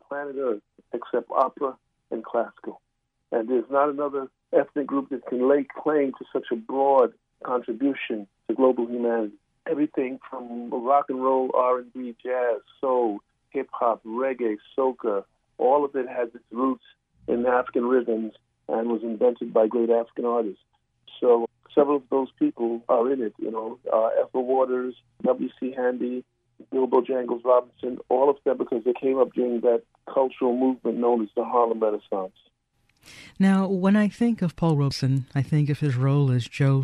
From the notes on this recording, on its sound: Joins us by phone from L.A.